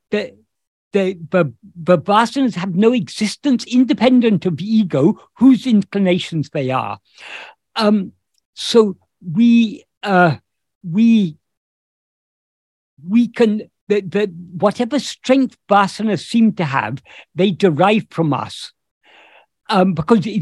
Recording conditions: video call